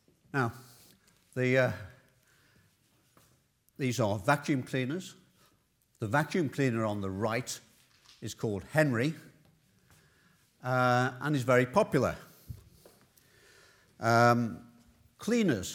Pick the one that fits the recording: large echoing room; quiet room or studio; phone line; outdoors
large echoing room